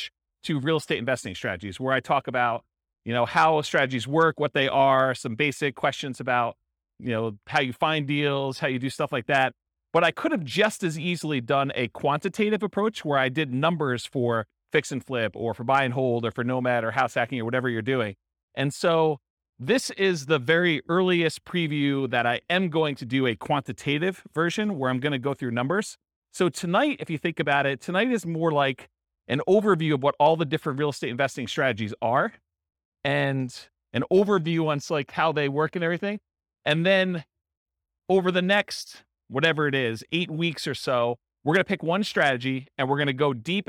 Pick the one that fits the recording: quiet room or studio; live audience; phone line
live audience